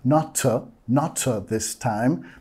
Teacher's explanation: En not, no estamos haciendo la T completa